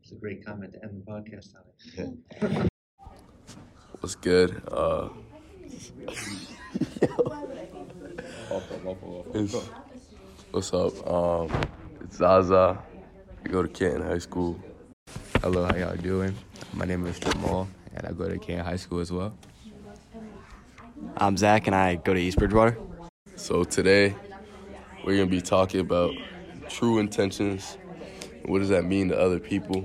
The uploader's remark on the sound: Recorded their own session during the MSAA Conference in Boston in January, interviewing other students.